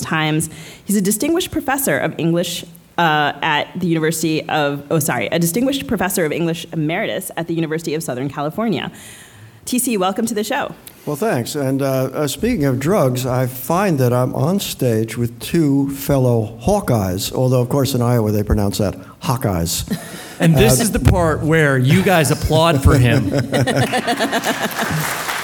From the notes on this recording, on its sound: taped live at the Miami Book Fair